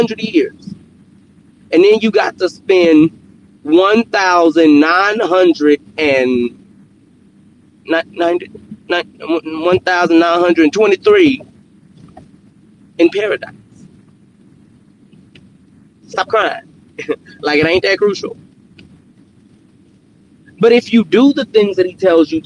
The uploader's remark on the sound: Car edition. In this episode from my car, we continue the overcome series with the tail end of my car worship.